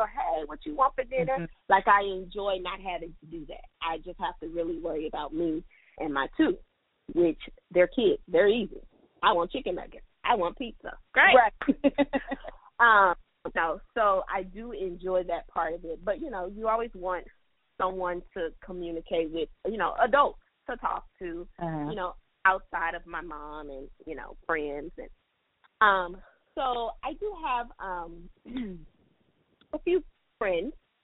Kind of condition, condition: link, phone line